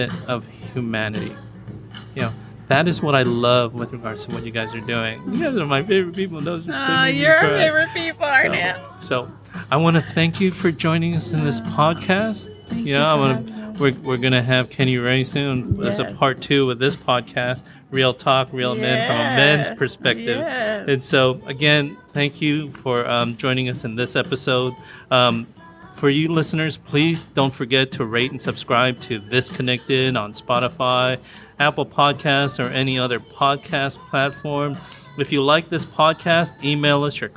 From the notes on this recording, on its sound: This podcast was recorded at the Wing-Stop on Greenspot Road in Highland California.